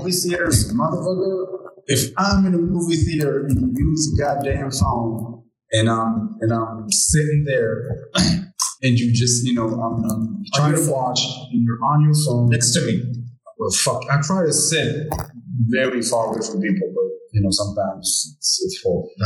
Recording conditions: poor sound quality